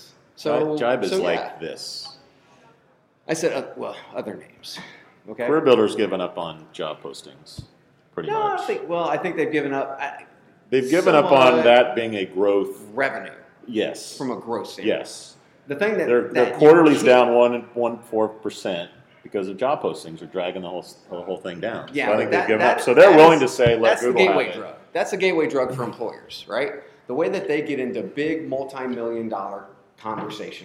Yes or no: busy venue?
yes